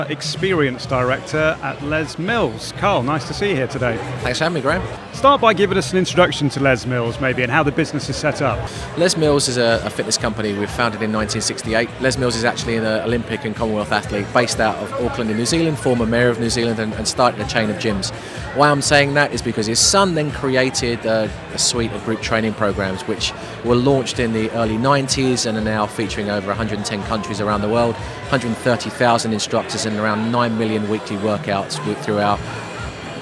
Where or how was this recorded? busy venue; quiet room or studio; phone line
busy venue